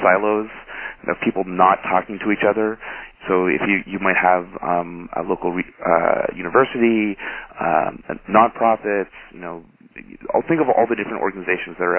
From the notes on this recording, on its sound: Call recorded on March 24, 2011.